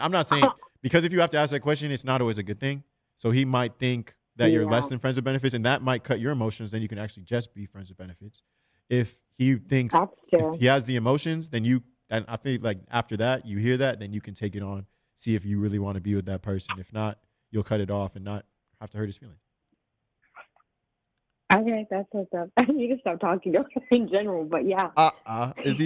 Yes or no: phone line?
yes